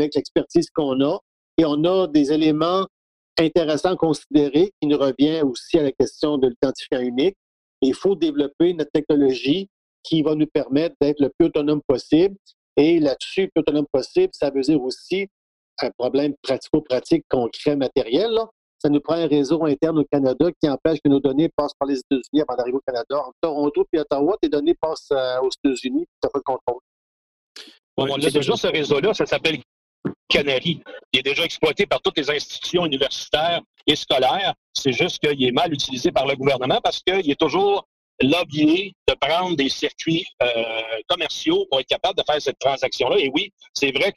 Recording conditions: video call